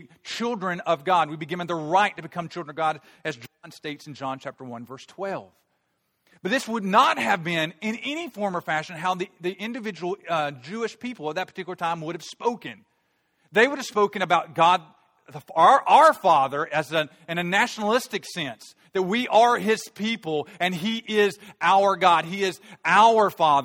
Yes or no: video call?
no